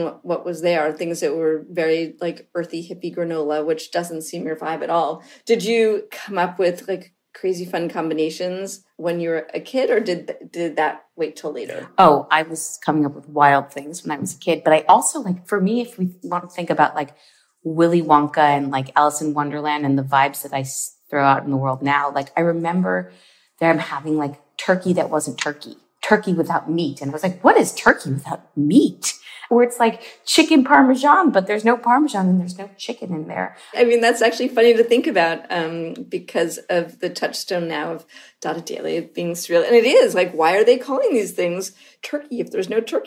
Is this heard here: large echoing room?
no